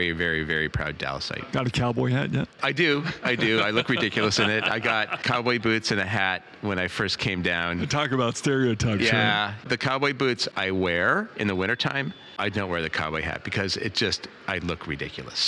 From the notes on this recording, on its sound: Live from Destinations International